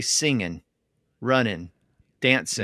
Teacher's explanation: in some speakers, the entire G sound disappeared at the end of those words